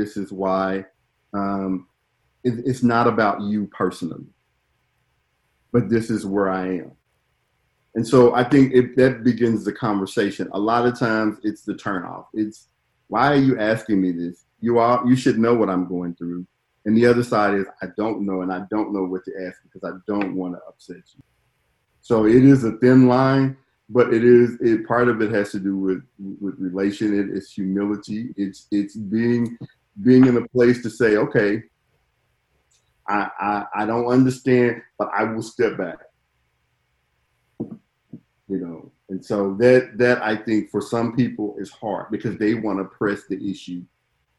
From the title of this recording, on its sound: Virtual Live Show